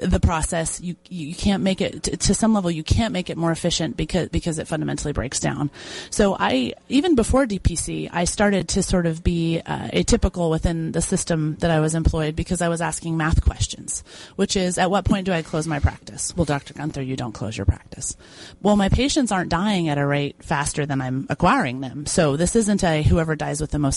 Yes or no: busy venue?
yes